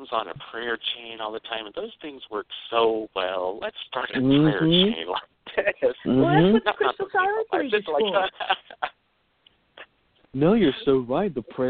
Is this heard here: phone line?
yes